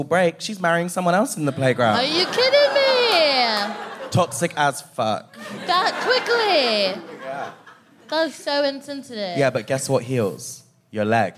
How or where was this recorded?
busy venue